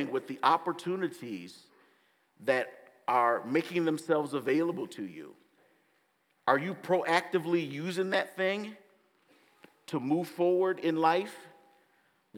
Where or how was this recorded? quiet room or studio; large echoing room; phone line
large echoing room